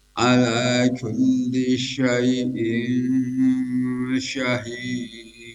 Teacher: tanwin menghadapi syin itu ikhfa samarkan jadi ang